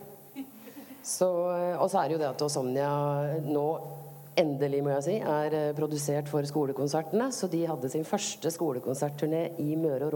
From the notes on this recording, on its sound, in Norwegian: Utesending fra Novafest. Vi er live fra Chateau Neuf i anledning Radio Novas helt egne festival: Novafest! Som seg hør og bør tar vi derfor med oss litt ekstra skurr og sus i denne podcasten.